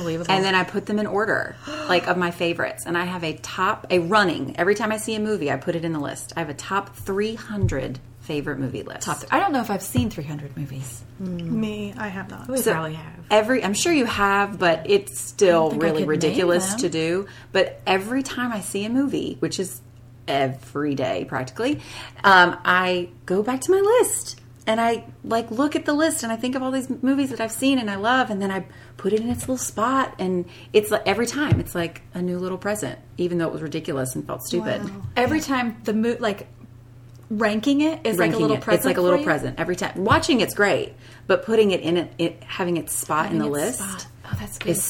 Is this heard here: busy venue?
no